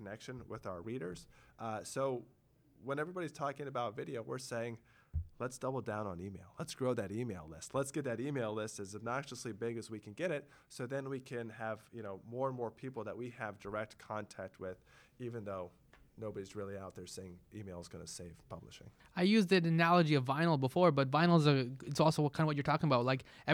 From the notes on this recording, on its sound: Recorded: Monday April 9, 2018 12:30 pm (at FITC ). Recorded: Monday April 9, 2018 12:30 pm (at FITC ).